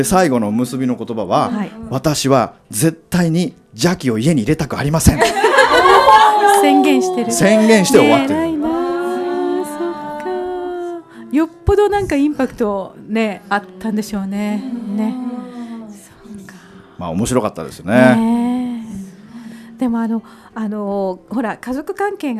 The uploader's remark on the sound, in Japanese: 講演会＆道後温泉ご一行様公開収録。